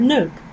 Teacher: In English, the hard pronunciation of the sound N is heard in the word nook. When you pronounce the word nook, the tip of your tongue is right behind your upper teeth.